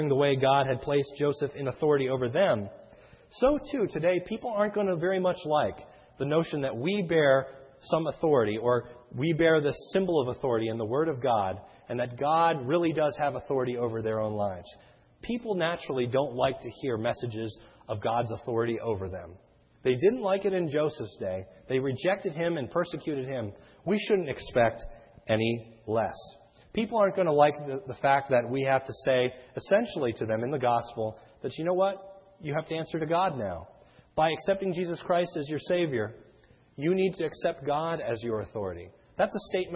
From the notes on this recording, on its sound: This sermon was recorded on 1/17/10 in the morning service.